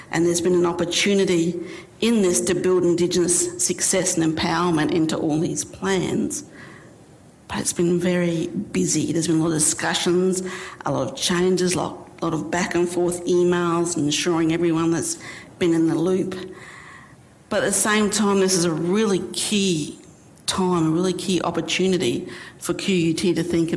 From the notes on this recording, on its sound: IFE Grand Challenge Lecture - recorded 25 October 2019 at QUT.